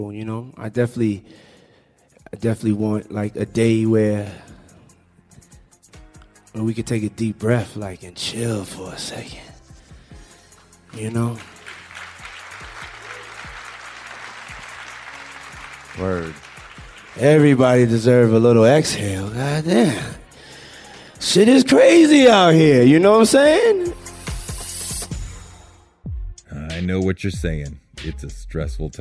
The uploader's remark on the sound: Held in front of an audience at the New School.